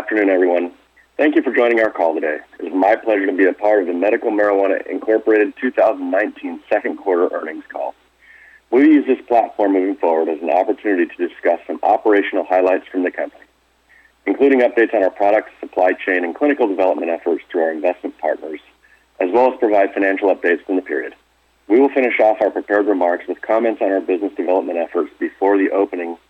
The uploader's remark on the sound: Medical Marijuana, Inc. (Pink Sheets: MJNA) 2019 Q2 Earnings Conference Call